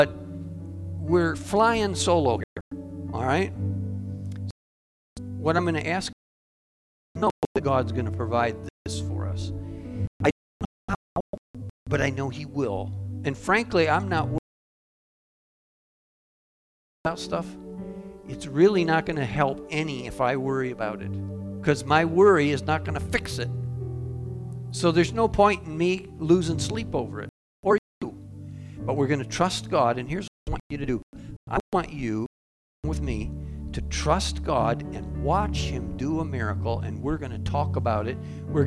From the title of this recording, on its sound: Calvary Assembly of God live Stream